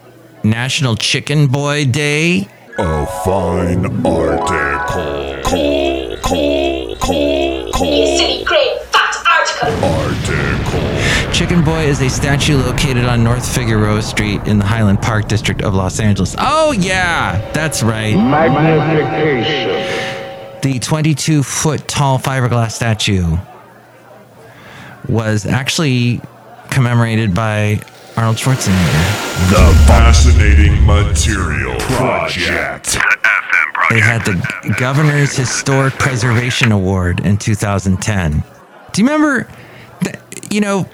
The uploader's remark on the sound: podcasts live from Café Anyway